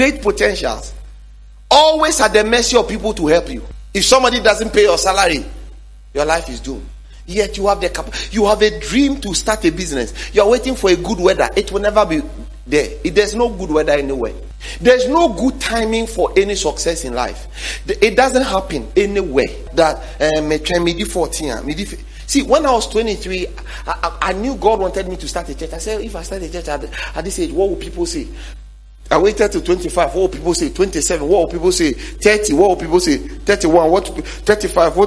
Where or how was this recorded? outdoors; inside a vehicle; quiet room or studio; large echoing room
large echoing room